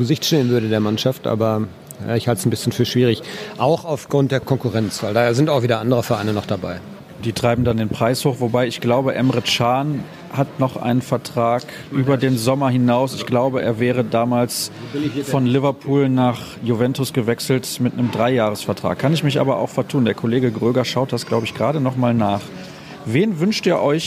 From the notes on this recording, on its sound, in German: Premiere als Ort der Aufnahme durfte das Backhaus Grobe feiern.